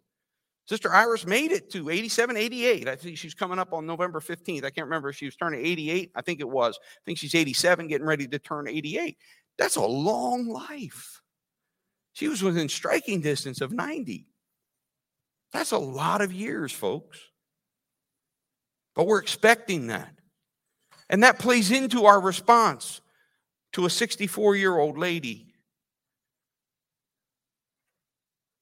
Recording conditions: large echoing room